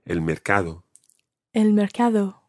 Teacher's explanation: make sure it's a soft D sound in the middle